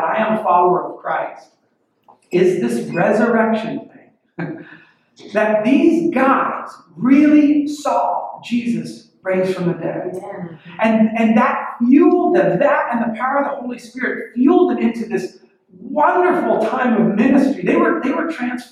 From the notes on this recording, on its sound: WE ARE SORRY FOR THE POOR AUDIO. WE HAD SOME ISSUES.